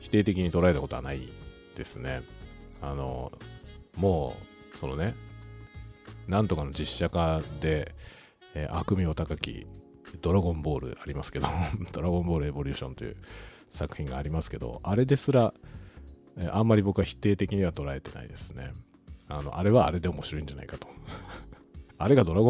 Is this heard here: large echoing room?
no